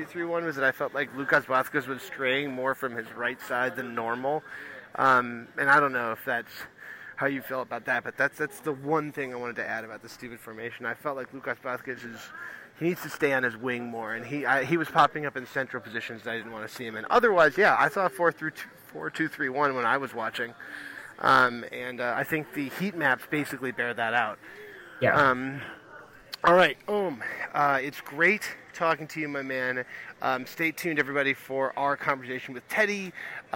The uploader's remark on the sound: Recording from a pub at JFK airport (of course).